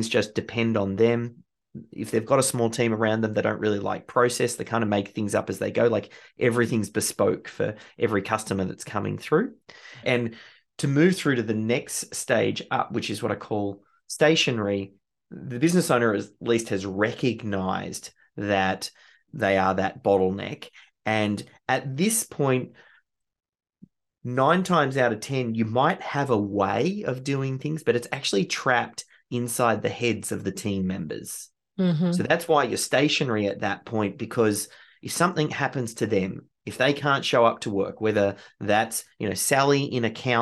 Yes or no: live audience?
no